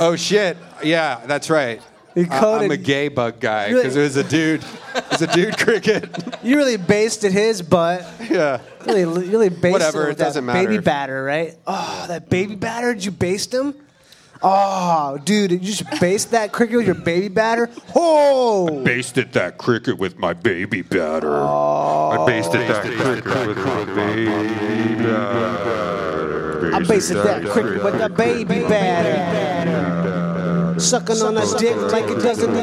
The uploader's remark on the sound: BONE ZONE #222 LIVE IN AUSTIN